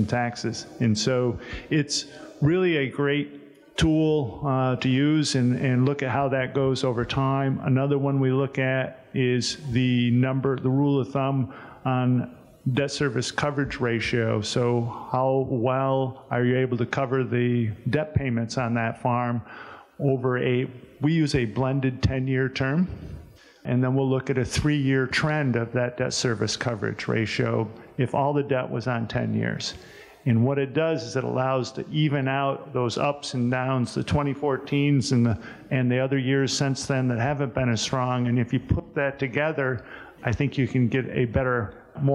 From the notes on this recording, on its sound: This episode of The Dairy Show contains audio from the 2021 Expo Seminar.